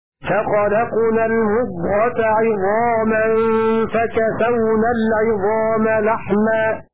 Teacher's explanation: فقرأ حفص بكسر العين وفتح الراء بعدها ألف